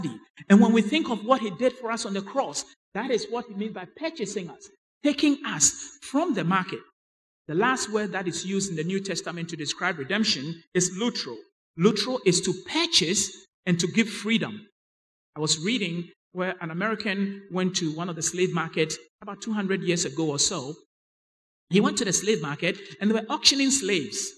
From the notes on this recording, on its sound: Sermon preached at CBC Adabraka Campus